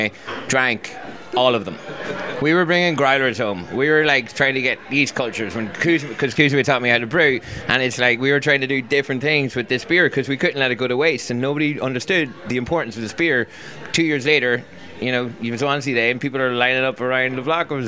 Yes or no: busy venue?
yes